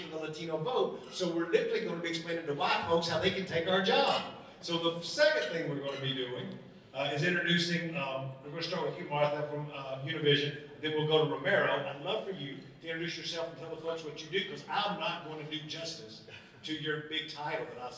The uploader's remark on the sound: The Latino Vote - Live from Las Vegas. The Latino Vote Podcast is live from the Campaign and Election Awards in Las Vegas, Nevada.